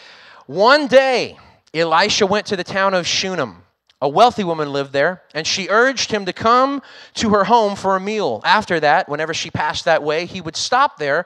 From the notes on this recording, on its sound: recorded on Sunday, January 30th, 2022, during service at The Anchor Church in Rockport, Maine.